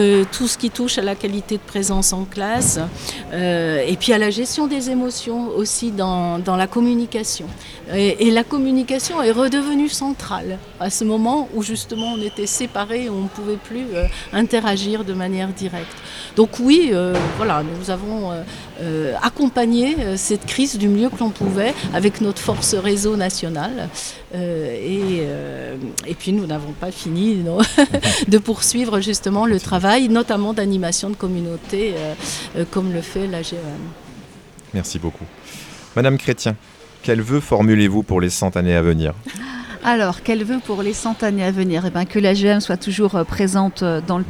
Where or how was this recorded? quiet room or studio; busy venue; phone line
busy venue